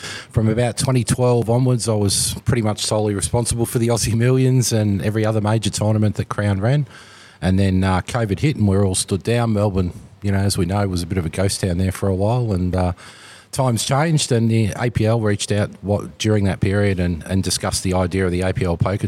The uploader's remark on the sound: live at the APLPT Melbourne at Club Italia